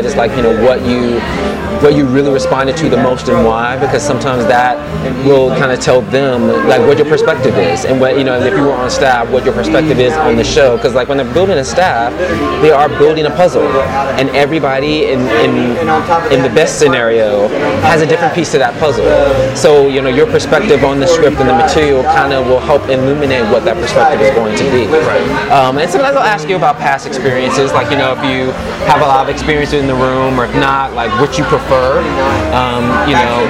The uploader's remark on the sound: This episode was recorded live at The Velvet Lounge.